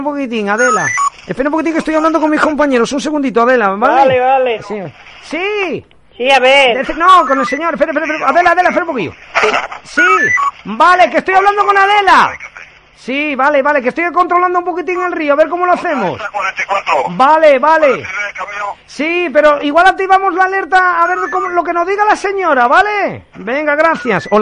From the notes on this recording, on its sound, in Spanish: Bromas telefónicas en directo